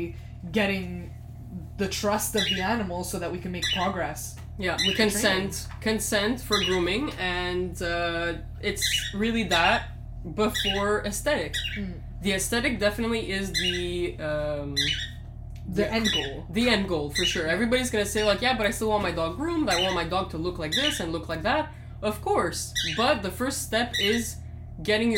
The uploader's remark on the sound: You will hear some background noise and a few words from our store Cockateil.